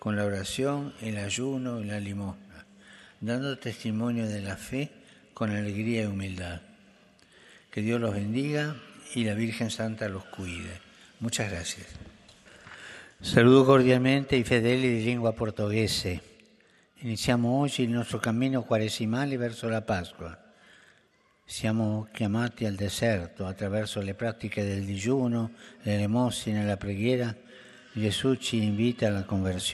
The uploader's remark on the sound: FROM THE PAULVI HALL.